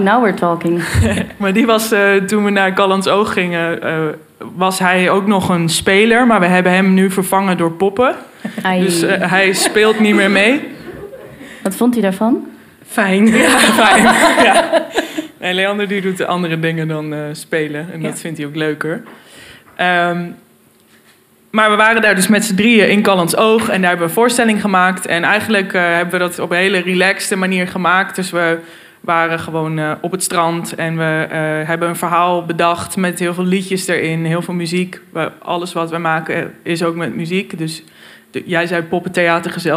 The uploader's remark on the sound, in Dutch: In deze eerste aflevering kun je luisteren naar een live opname van de eerste Vaktor open night in de Stadsgehoorzaal in Kampen.